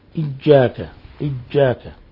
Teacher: ومن الأخطاء مزج صوت الياء بالجيم